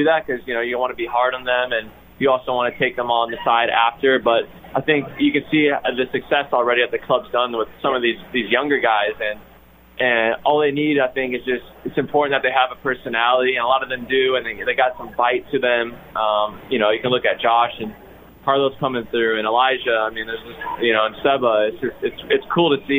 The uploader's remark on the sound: live from The Soccer Ball